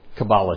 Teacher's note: We put the accent on the first syllable, but in Hebrew you put it on the last or next to the last.